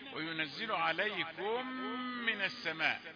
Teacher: ادغام الميم في الميم، مش في غنى هنا